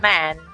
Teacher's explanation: Porque o A, ele vai estar tá só no movimento da boca, né? Então você vai abrir a boca como se fosse um A, mas vai falar um E · Term: A escondido